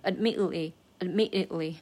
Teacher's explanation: 在唱歌的时候，我就是习惯性地会把它，就是把那个 T 也吞掉，就变成类似于 important，而不是 important。就这里我也是把它倾向性，呃，倾向成就是读成 admittedly，admittedly<laughs>，呃，这个就大家就自己风险由人吧，都可以。呃，最关键的就是 probably，它一定是把那个 b